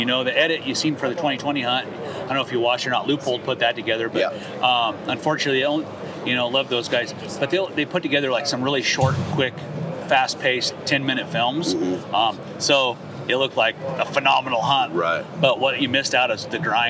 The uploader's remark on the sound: Hunt Expo Live From the Initial Ascent Mountain Dude Table. It was so good to be back at the Western Hunting and Conservation Expo in Salt Lake, recording live eps. From the Initial Ascent booth!